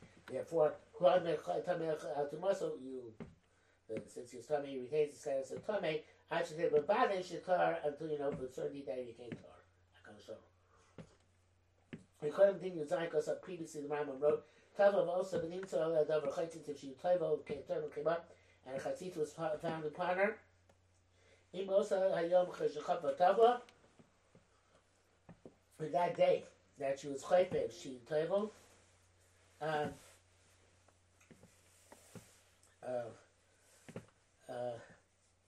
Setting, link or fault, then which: fault, poor microphone